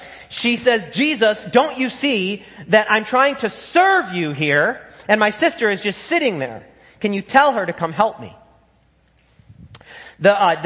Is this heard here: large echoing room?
yes